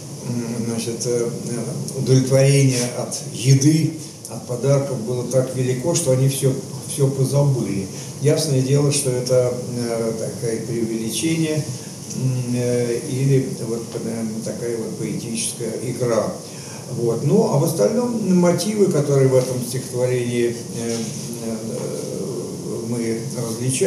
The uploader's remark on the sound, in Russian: Приносим извинения за качество звука: запись велась в живой рабочей обстановке.